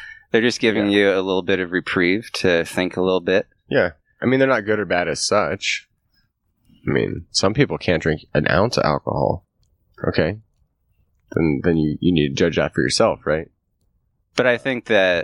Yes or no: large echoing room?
no